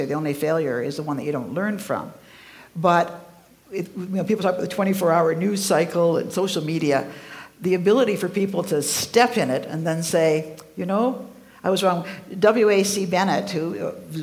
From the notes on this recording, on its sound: Recorded live at CCVO’s 2018 Connections Conference in Calgary, Alberta.